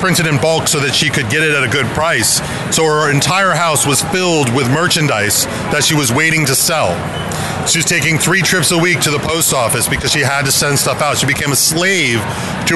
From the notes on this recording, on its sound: Reports live from the show floor of TechCrunch Disrupt SF 2016 talking with hot startups and technologists who are premiering their businesses at this stellar event that hosts over 5,000 attendees over 3 days.